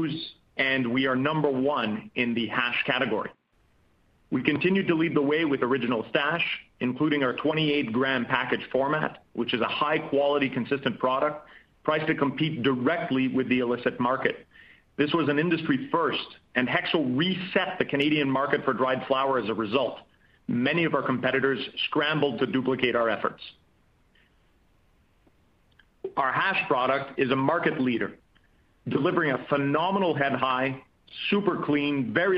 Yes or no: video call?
no